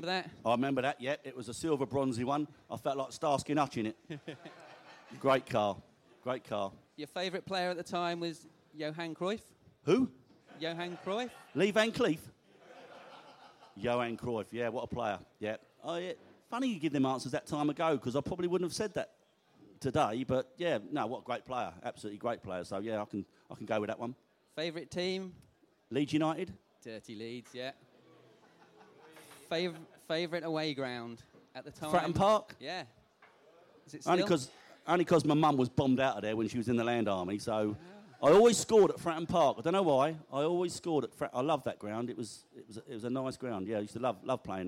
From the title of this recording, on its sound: Q&A At The Beesotted Social in the Pub